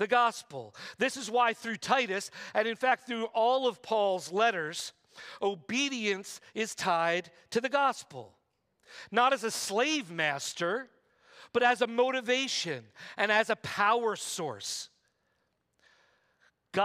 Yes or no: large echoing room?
yes